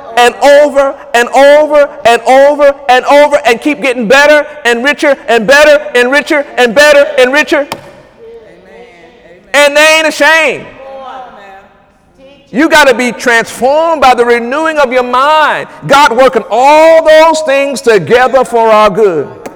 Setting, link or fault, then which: setting, large echoing room